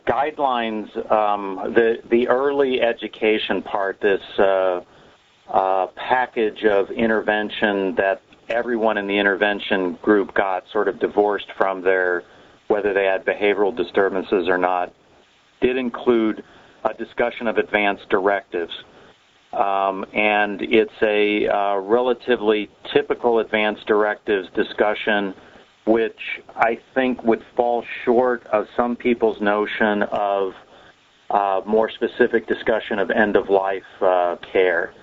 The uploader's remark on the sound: Author in the Room® Teleconference